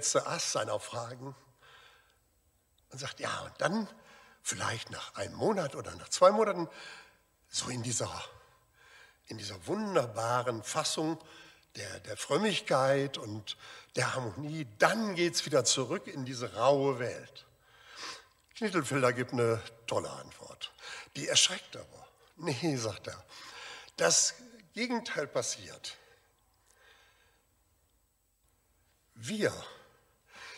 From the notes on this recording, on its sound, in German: Aufzeichnung der Predigt des Gottesdienstes